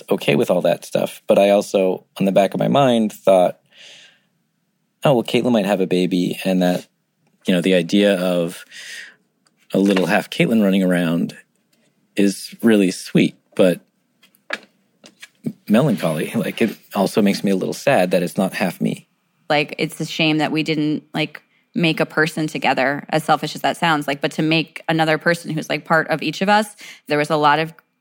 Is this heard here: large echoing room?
no